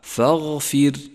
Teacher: حرف الغين المفخم وبعده حرف الفاء مرقق والراء التي بعده راء مرققة لأنها ساكنة